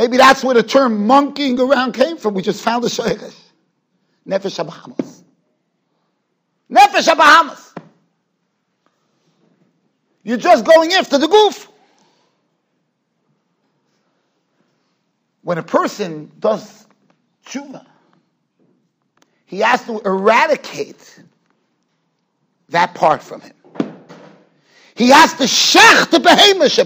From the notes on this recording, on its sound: Shiur recorded in Yeshivas Ohr Reuven, Monsey NY.